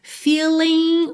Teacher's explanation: o G final também não é pronunciado